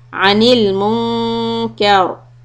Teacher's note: when you stop on the raw it becomes heavy because there's a fatha on kaf